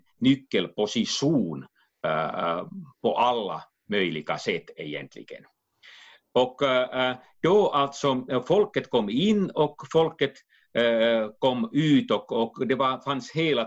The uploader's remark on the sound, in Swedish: Avsnittet är inspelat via länk och ljudkvaliteten därför en aning ojämn.